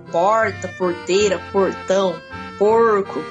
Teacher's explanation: O R retroflexo, que a gente conhece também como R caipira